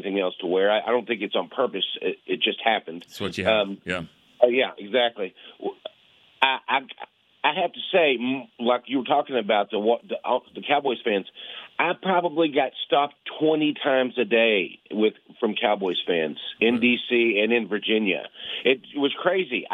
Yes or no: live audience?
no